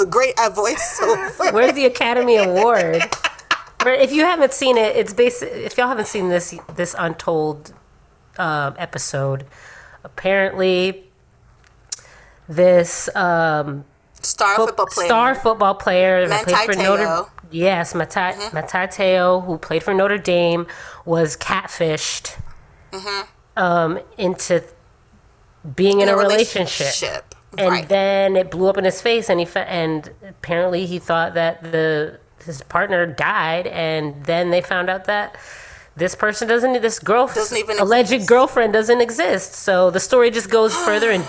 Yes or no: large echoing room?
no